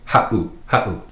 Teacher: If you were to take out that 7, it would be pronounced ha'u, but with the 7 in there, makes that little glottal stop, that pause.